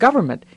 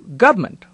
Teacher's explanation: the way Ronald Reagan squeezed the three syllables of government into government · Shown in: second take